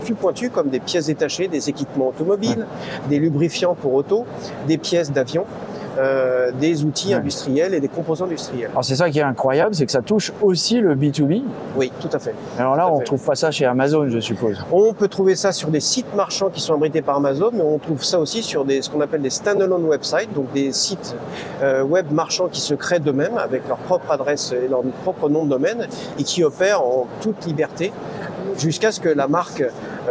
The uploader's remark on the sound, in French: Interview, enregistrée pendant le salon Tech for Retail. Voici la transcription de notre interview, enregistrée pendant le salon Tech for Retail dont nous étions partenaire média.